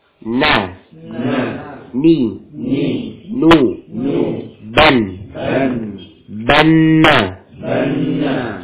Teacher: Suaranya masuk ke rongga hidung. · Term: khayshum